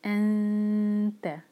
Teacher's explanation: نون پر اخفا کریں گے، نون کی آواز کو چھپائیں گے اور تا کے لیے زبان تیار کریں گے